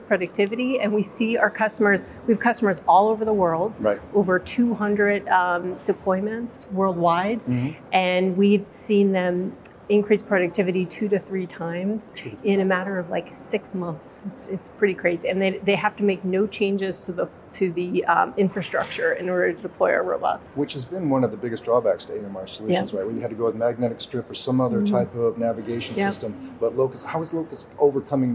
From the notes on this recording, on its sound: On the set of Manufacturing Matters at the Autonomous Mobile Robotics and Logistics Conference, located at the Vision show in Boston